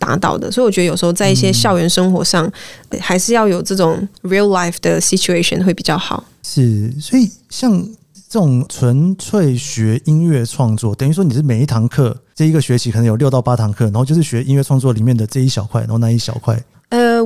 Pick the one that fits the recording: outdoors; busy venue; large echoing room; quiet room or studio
quiet room or studio